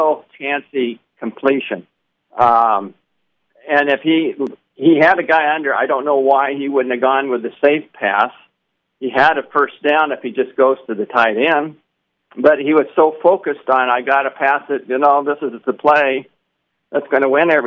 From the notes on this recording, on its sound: POST GAME CALL IN SHOW.